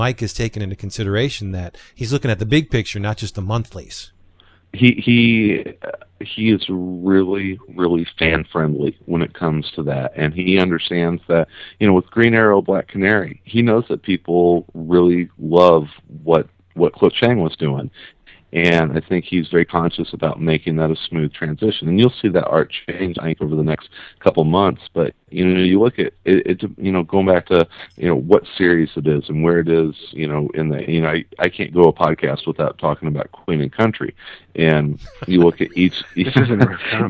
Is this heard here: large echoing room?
no